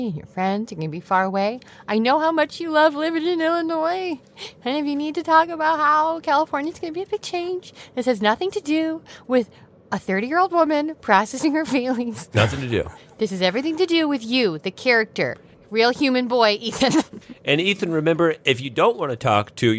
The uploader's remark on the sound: the audio from a family road trip